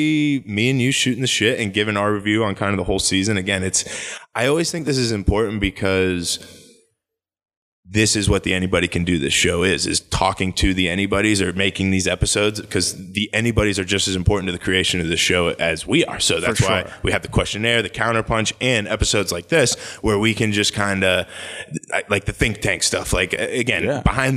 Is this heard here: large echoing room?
no